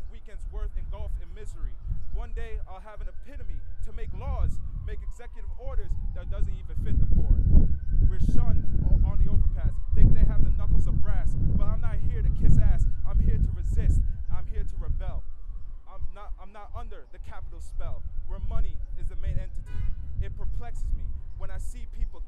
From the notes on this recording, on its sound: 2017 PEN World Voices Festival: Poetry Reading at Union Square Green Market.